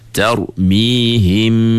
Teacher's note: masa kita sebut him, suara tu keluar ikut hidung. Tak percaya masa kita sebut tarmihim tu, kita tutup hidung tengok. · Term: dengung